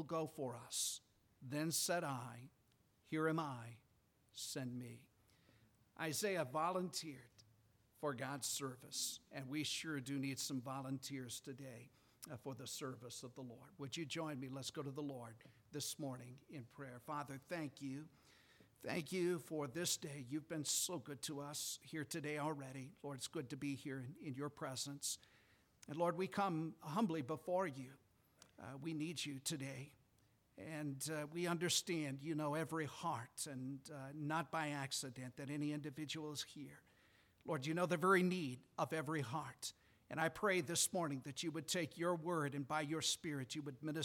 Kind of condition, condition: setting, large echoing room